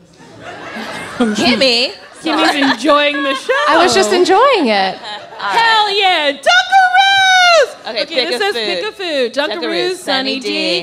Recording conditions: live audience